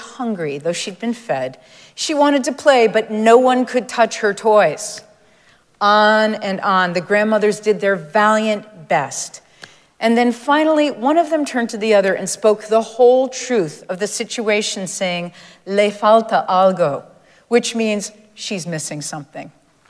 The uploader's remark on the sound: Recorded live at Arlington Street Church